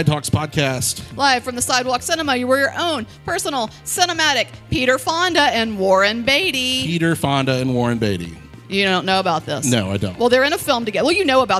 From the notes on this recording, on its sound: Live recording from the red/champagne carpet. Of the 2023 Academy Awards. Recorded & Edited by Boutwell Studios.